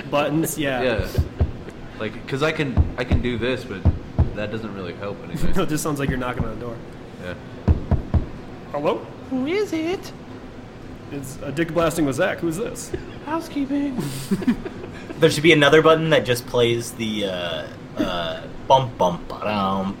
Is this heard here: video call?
no